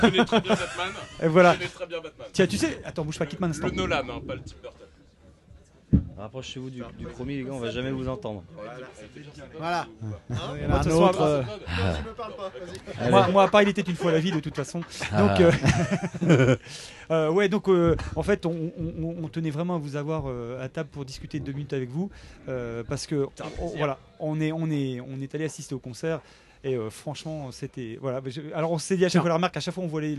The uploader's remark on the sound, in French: L'EntrePod s'est installé au Houppstock pour vous faire vivre le festival